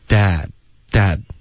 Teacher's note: dad,结尾不要加一个 N 的音,dad,它没有鼻音